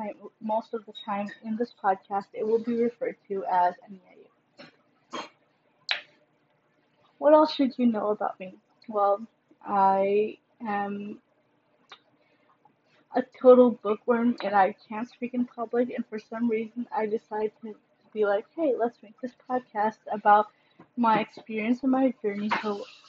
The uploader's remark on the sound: Sorry for the background noise!